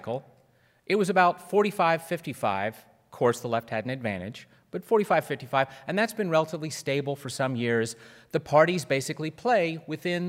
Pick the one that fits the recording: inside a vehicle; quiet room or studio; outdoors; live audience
live audience